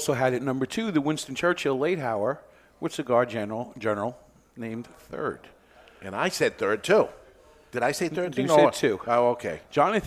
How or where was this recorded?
live audience